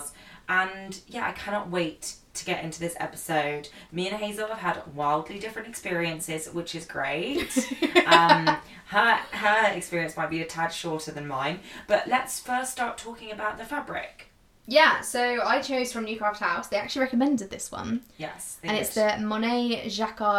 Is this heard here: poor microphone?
yes